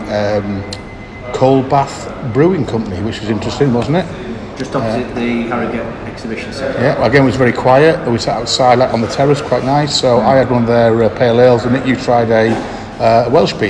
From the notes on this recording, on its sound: This Episode is a combination of 5 live recordings around a number of pub and tap tables – covering the fine towns of York, Harrogate and Knaresborough and a visit to one of the legendary homes of modern Yorkshire brewing – Roosters.